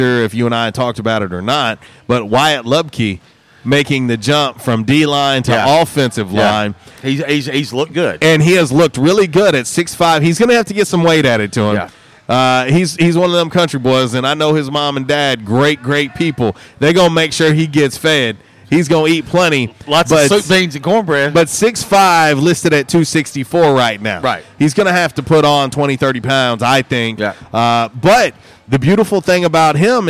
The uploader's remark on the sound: LIVE from J’Town’s Grill!